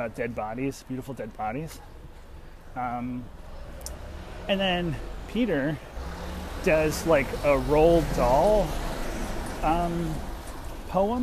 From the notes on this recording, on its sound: Walking back from the theatre, as I do.